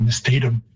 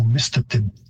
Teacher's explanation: the Cree stress or pitch system would have a higher pitch on the first syllable · Shown in: second take